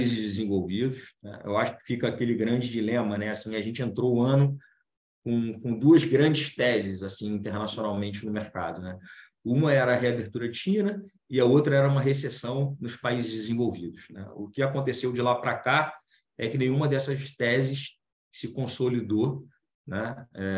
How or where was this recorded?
video call